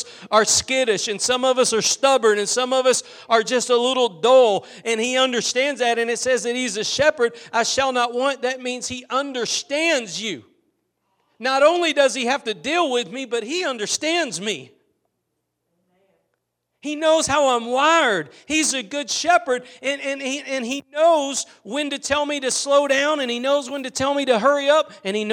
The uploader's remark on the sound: Preached at Gospel Lighthouse in Bossier City, La.